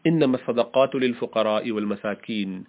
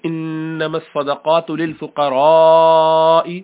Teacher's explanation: انہوں نے فقراء کا جو مد ہے اس کو پورے طریقے سے کھینچا · Shown in: second take